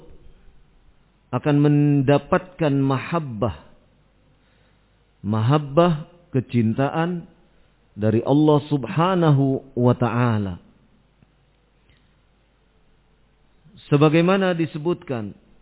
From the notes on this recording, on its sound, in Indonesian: Audio Rekaman Kajian. Tempat : Masjid Annur, Ma'had Dzunnurain Limo Depok.